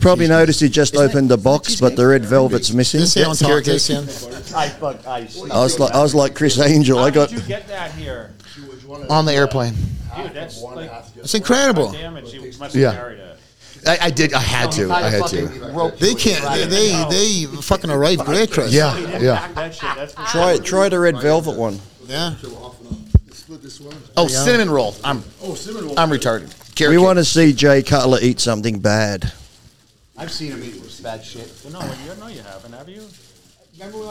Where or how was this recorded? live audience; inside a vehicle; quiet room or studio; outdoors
live audience